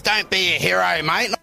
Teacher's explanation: he takes his broad accent to another degree, making it even more nasal when he's impersonating.